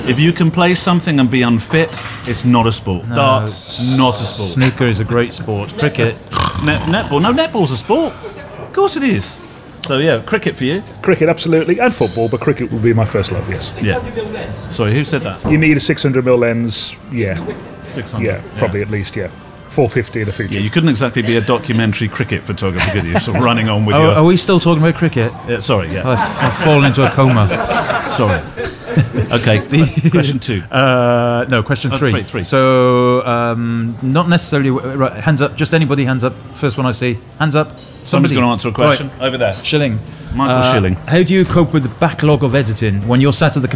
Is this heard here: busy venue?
yes